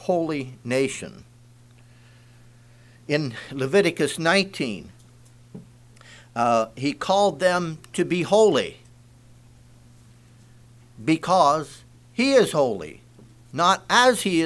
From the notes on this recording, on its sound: Message preached at Word Of Hope